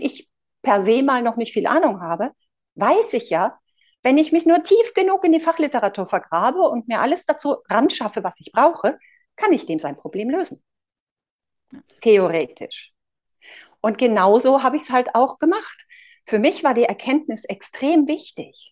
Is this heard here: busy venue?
no